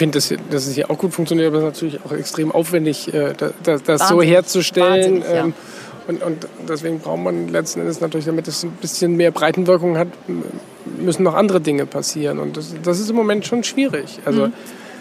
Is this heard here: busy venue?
yes